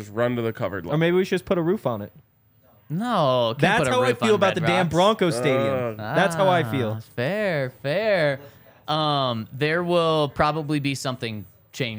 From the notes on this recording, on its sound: coming to you LIVE from the DNVR Bar